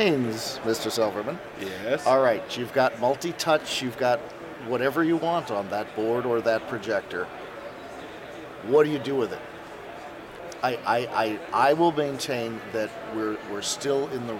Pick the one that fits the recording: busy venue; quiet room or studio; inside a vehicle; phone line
busy venue